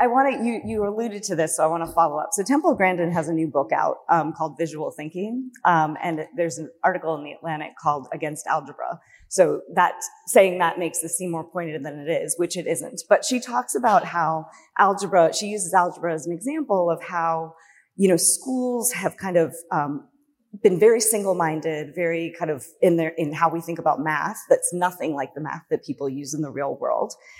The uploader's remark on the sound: A plenary discussion. During the Grantmakers for Education Annual Conference.